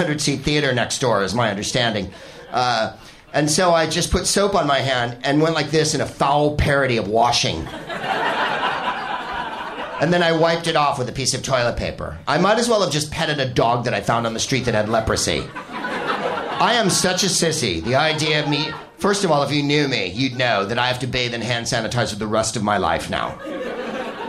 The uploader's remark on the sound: Live from The SoGymnase in Paris